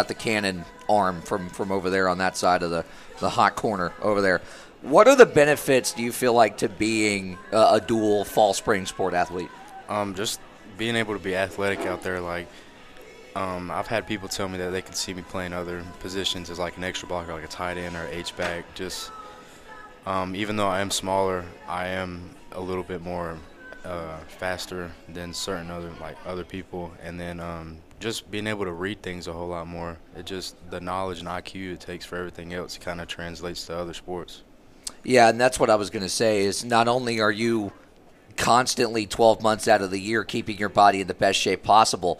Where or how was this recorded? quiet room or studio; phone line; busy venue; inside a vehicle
busy venue